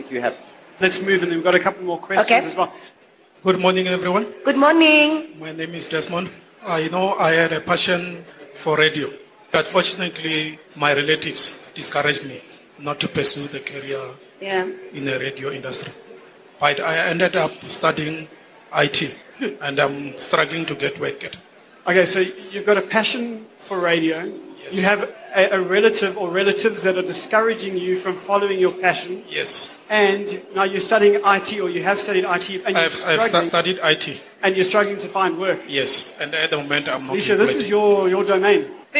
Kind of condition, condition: setting, live audience